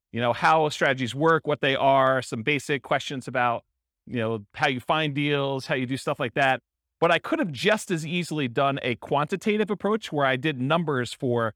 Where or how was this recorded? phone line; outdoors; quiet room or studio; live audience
live audience